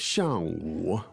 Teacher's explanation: 上 fourth tone, and 五, third tone. So 4 and 3.